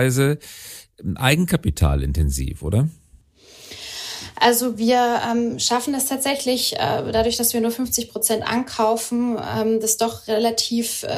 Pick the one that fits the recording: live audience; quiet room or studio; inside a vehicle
quiet room or studio